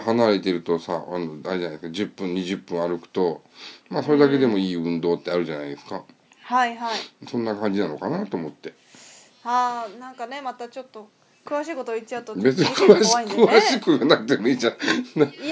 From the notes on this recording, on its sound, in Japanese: ラジオ久々収録で 前半かなりぎこちないです汗。PCが不調なのか編集がもしかしたら荒くなっているかもしれません。